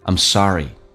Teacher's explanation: I'm 不被强调，很多的双元音会说成单元音，轻轻点一下 I'msorry，降调读 I'msorry。